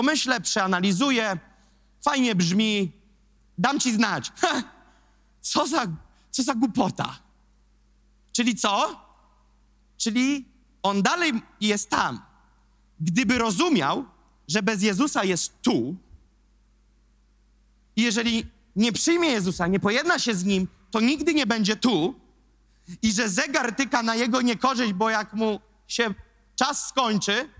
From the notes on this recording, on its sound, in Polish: Kazanie zostało nagrane podczas niedzielnego nabożeństwa NOF Church 6.